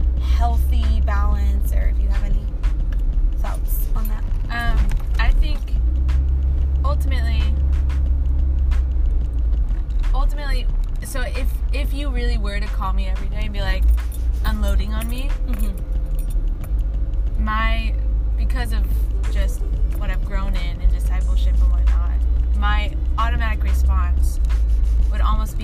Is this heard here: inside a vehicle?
yes